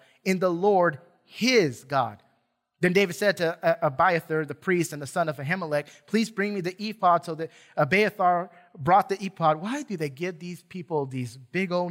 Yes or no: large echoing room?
yes